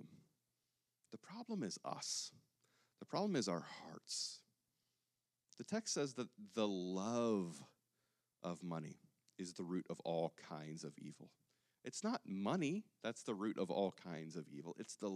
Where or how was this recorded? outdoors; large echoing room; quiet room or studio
large echoing room